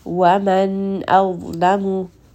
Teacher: So So you can hear that I am resting on this noon second, and once it has finished, then I will move on to the next letter. I am not merging them. I am not combining them in any way. Noon is separate and the hamza is separate.